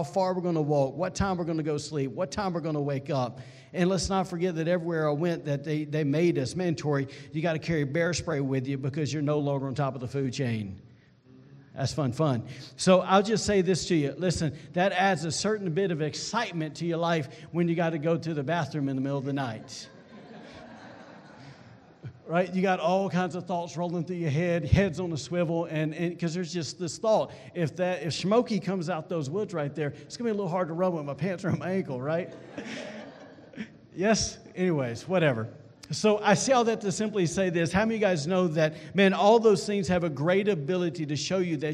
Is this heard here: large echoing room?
yes